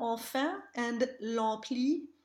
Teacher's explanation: we can hear that the EN and EM spellings are both A nasal